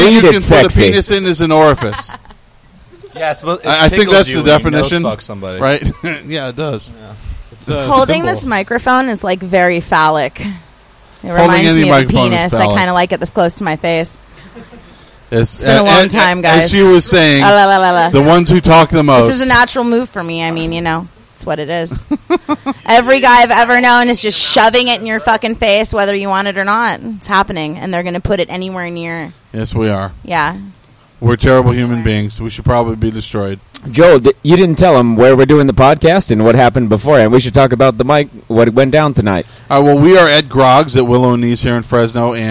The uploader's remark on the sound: We recorded just after the Monday night Open Mic at Grogg's, and all the comics who stuck around are on it.